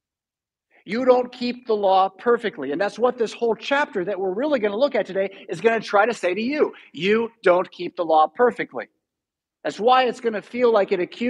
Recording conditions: large echoing room